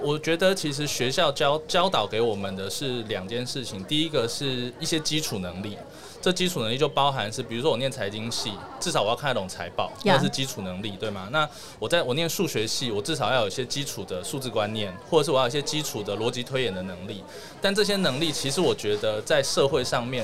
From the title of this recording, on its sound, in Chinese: VISION 2022 臺大校園徵才博覽會-Live Podcast